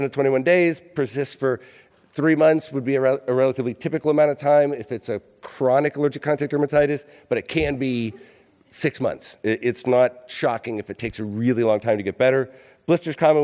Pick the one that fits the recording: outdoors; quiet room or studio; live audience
live audience